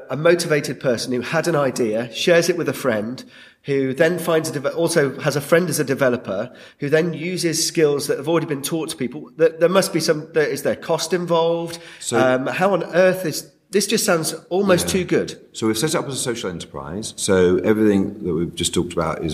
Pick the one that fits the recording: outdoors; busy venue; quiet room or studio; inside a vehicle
busy venue